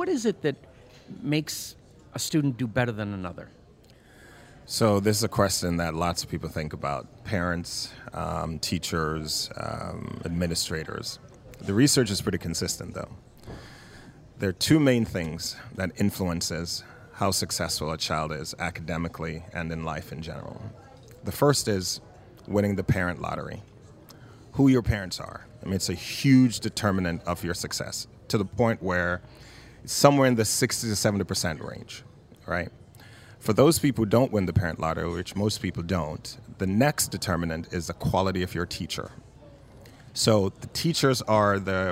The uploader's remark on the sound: Out to Lunch is recorded live over lunch at NOLA Pizza in the NOLA Br.